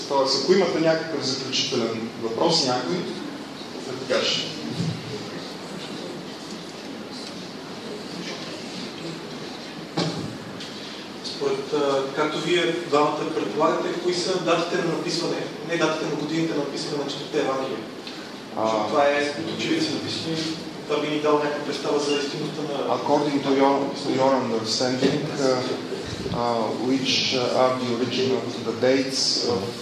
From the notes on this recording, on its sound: Post lecture Q&A at the Regional Archaeological Museum, Plovdiv, Bulgaria, September 2011.